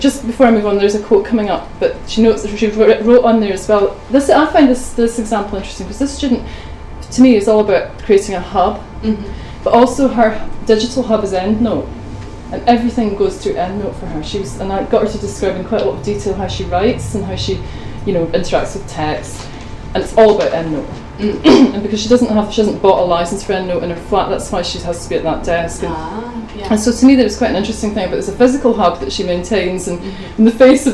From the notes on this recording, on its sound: Speaks at the SRHE Digital University Network event The digital and the material: mapping contemporary student practices.